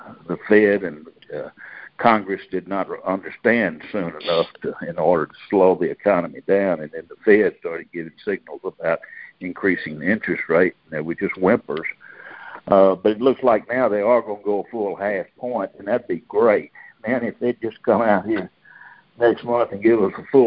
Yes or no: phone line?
yes